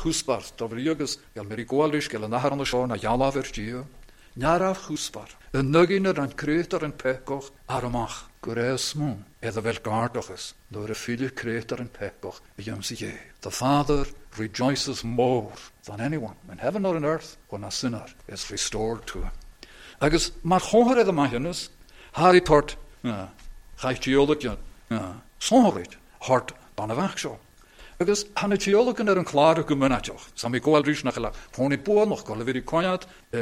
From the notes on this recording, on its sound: recorded at North Harris Free Church on the evening of Sunday 28th August 2022